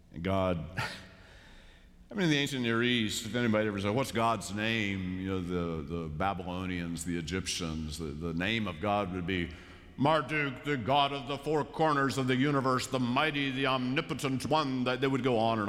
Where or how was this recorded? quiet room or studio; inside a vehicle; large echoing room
large echoing room